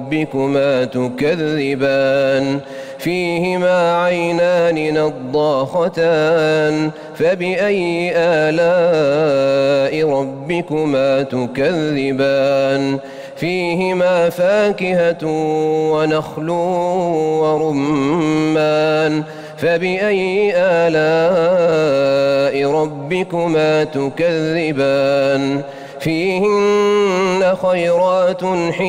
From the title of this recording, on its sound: LIVE] FROM MADINAH AL-MUNAWWARAH